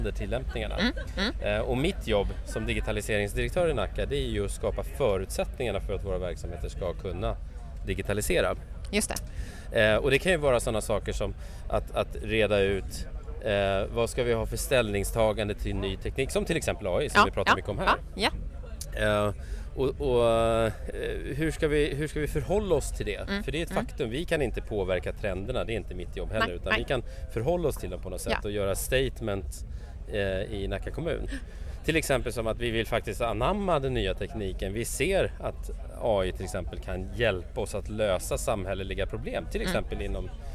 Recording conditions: busy venue